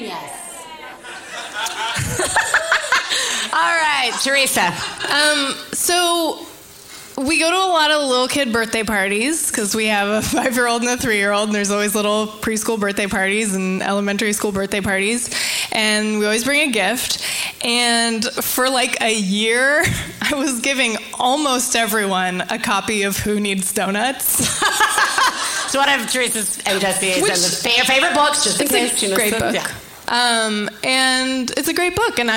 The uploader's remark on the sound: Live From San Francisco! Our live show from San Francisco (May 2017).